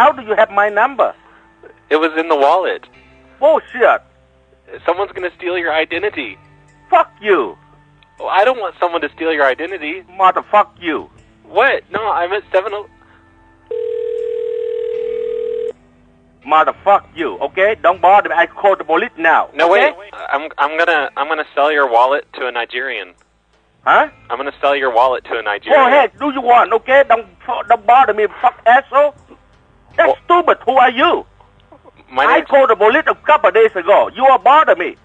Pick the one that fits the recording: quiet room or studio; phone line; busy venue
phone line